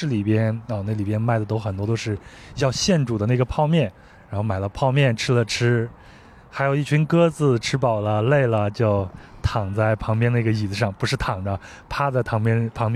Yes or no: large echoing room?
no